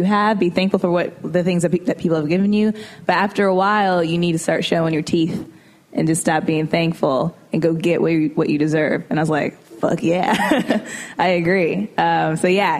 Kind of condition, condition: setting, live audience